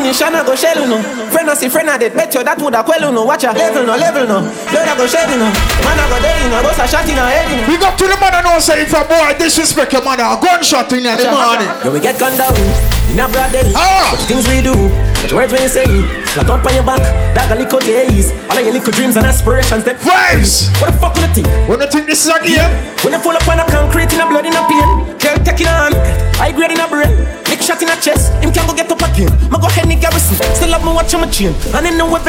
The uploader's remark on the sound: Features Live Audio of Under 30 Minutes With Highlights From Events I Play (Whenever I Feel Like Hit The Record Button).